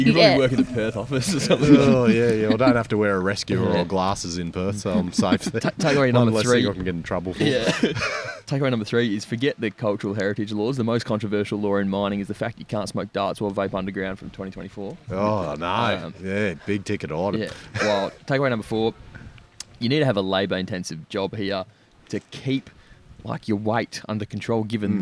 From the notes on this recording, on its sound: Welcome to the first ever global Podcast interview from inside an OPEN PIT (we’re claiming the first). The Money of Mine crew had the pleasure of recording this episode in the historic Great Fingal Pit, close to the town of Cue.